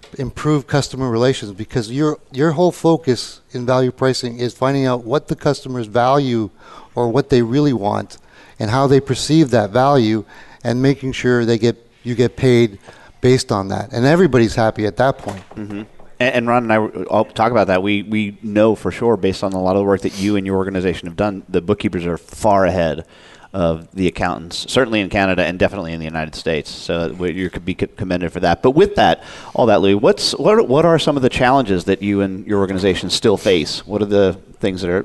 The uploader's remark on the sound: Live Broadcast at the The IPBC IGNITE Conference.